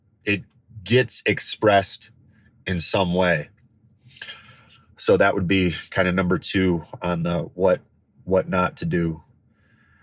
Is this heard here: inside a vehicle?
yes